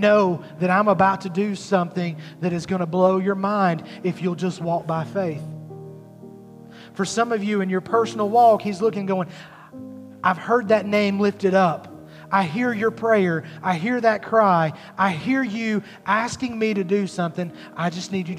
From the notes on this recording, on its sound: at Highland Baptist Church, Molino, FL